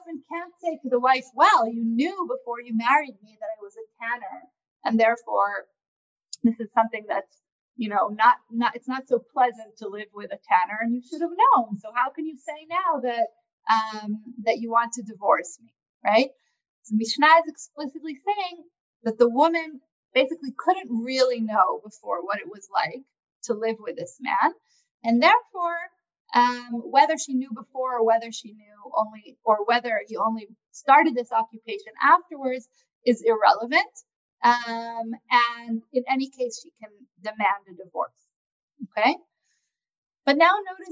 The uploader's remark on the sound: This audio was originally captured from Zoom on 02/18/2021 from Drisha's Spring Zman.